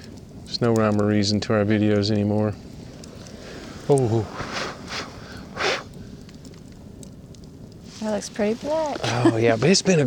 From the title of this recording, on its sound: Fireside chat from Norris Dam State Park